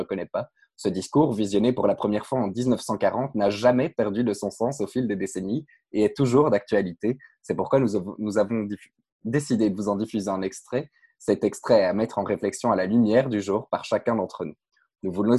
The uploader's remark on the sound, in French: Une émission radio enregistrée en télé-conférence sous les conditions du confinement lié au covid-19. Étudiants à l'Université Saint-Louis.